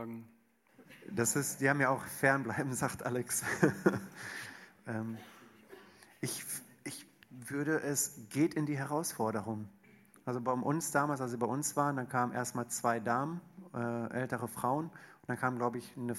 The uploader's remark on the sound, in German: Eine Frage aus unserem Q&A Abend